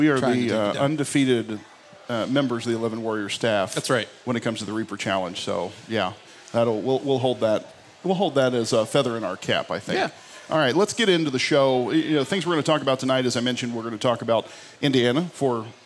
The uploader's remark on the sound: The Dubcast kicks off its Buffalo Wild Wings road show with a recording from the Grandview location with an audience of rowdy Cleveland Browns fans.